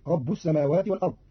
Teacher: قرأ قالون كلمة ربي برفع الباء، فتصير رب السماوات والأرض على إضمار مبتدأ أي هو رب، أو مبتدأ خبره لا إله إلا هو.